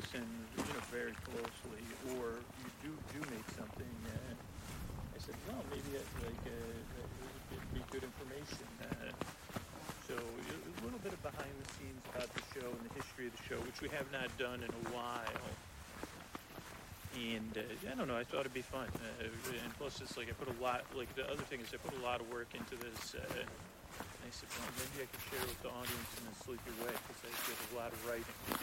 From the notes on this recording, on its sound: Forest Walk Live. With sound design and music.